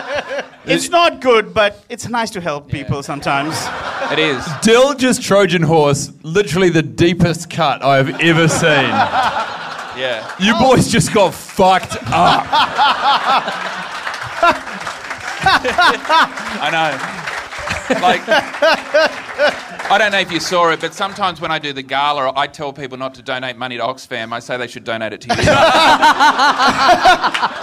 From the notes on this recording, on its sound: Recorded LIVE at the European Bier Cafe on Sunday, April 16, 2017.